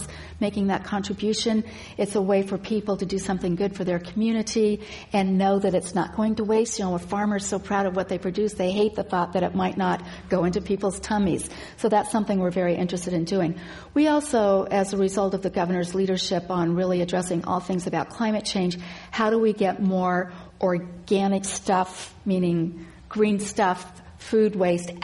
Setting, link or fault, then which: setting, live audience